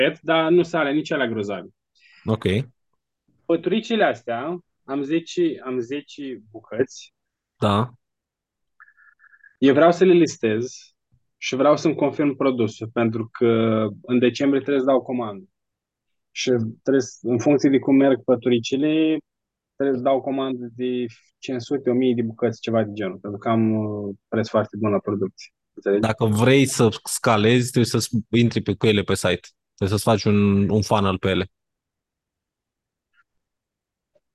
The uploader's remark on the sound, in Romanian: Conferinta Zoom Saptamanala EcomSchool.